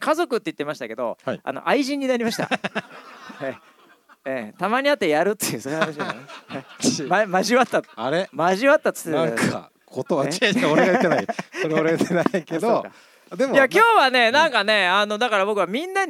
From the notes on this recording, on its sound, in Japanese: 上野で開催されたTalkLiVEでの公開収録NG。みなさま現地&LIVE配信でご参加いただきありがとうございました。